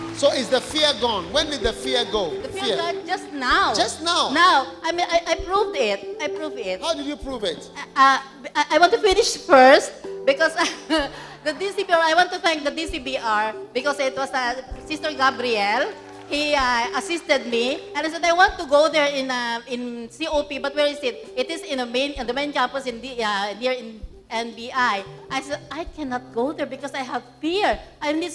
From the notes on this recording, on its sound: Preached during a pastors' and leaders' conference at the Cathedral of praise in Manilla Philippines on the 3rd of December